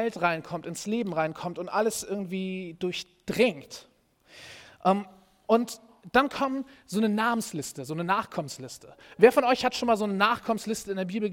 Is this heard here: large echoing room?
yes